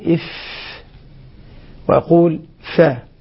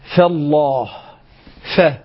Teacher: ولو وضعت يدي أمام فمي سأجد أن ثمة هواء يضرب باليد، لأنه خرج مع الحرف جريان للنفس، جرى معها النفس.